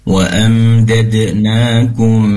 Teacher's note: pastikan ikhfanya lebih lama durasi mendengungnya